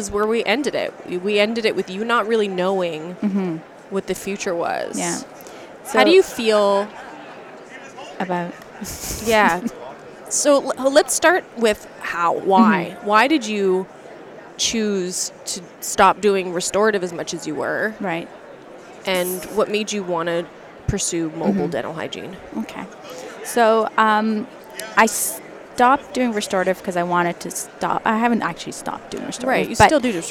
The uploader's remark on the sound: It was recorded live at the Ontario Dental Association meeting in Toronto, live on the trade show floor.